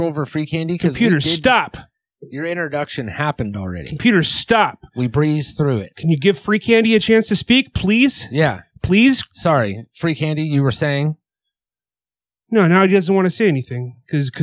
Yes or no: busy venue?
no